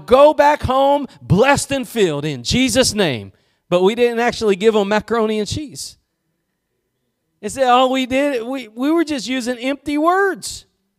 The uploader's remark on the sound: Preached at Gospel Lighthouse in Bossier City, La.